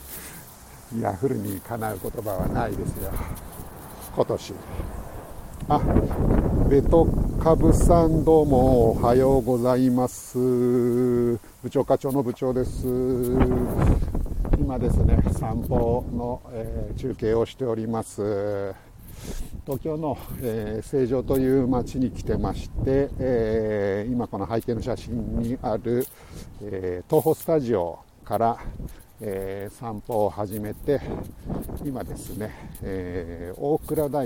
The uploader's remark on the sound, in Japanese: tokyo walk&eat radio LIVE 東宝スタジオから大蔵大仏